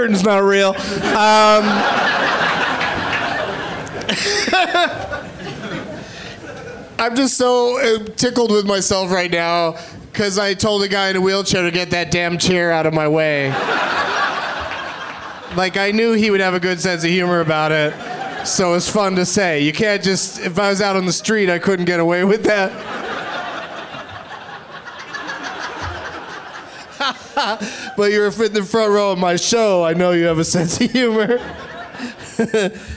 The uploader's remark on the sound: Live from the Comedy Zone in Greenville, SC